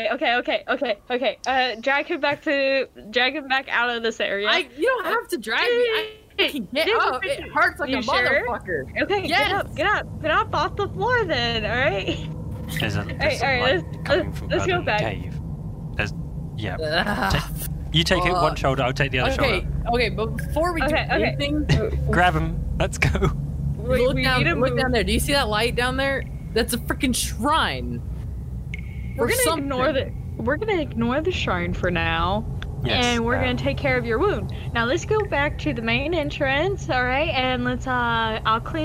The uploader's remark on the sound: weird noises keep coming from outside.